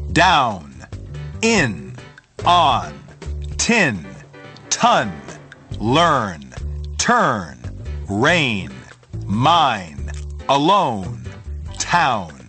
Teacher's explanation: 注意下列单词中字母 N 在词首、词末和词中的读音，并适当延长，注意拉长延长词末的 N。